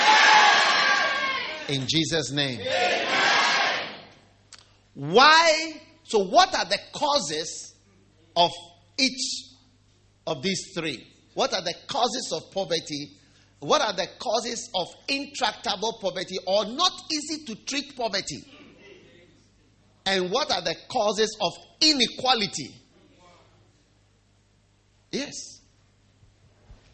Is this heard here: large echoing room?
yes